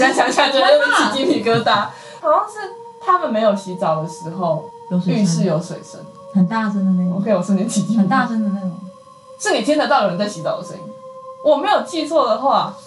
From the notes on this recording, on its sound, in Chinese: 本集收音有點小小的狀況，所以墊了音樂，但是有意外的聽覺效果。